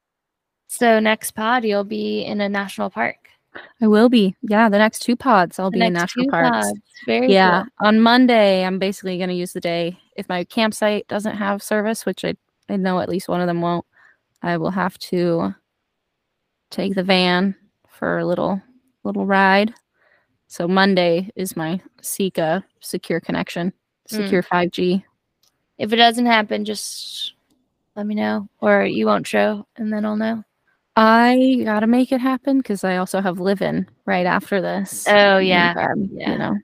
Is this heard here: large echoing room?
no